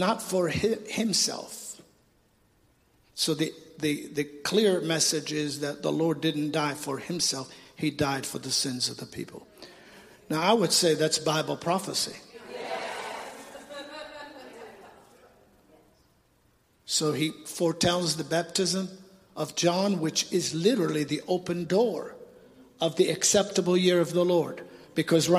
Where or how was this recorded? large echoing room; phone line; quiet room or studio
large echoing room